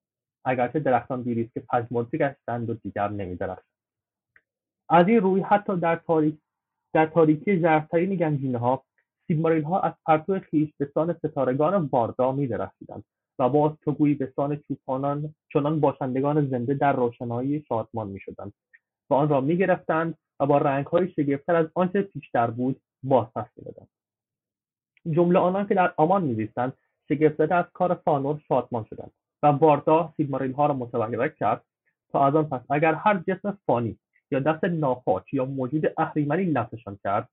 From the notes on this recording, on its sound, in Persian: این فایل محتوی جلسه آنلاین صوتی ضبط شده همراهان وبگاه آردا برای گفتوگو و تبادل نظر